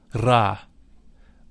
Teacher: The Ra is a deep sound. It should be vocalized with a rolling R